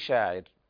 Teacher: والوقف على الراء بالترقيق لكل القراء